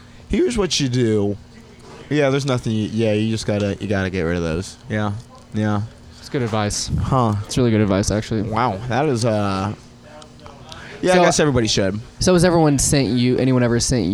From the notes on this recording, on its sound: Recorded at the world famous Shantytown Pub before the open mic Mondays.